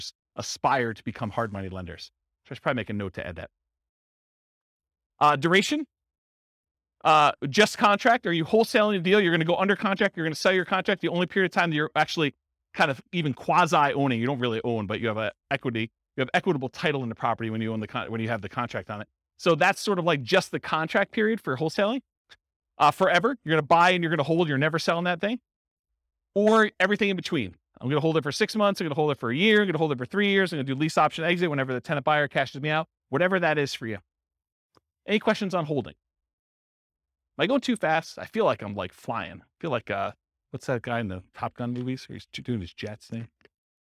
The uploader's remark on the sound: Real estate entrepreneurs in Sunnyvale, California. This was a live class recorded.